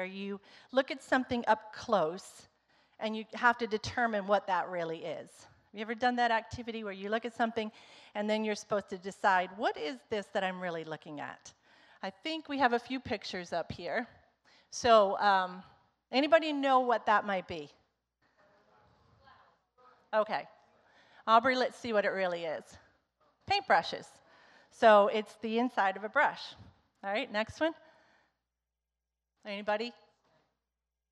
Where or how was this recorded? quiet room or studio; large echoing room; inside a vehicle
large echoing room